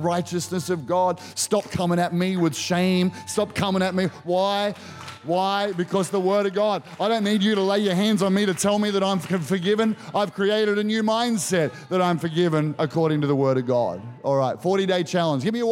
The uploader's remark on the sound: Recorded during our 9am service on Sunday, the 23rd of April 2023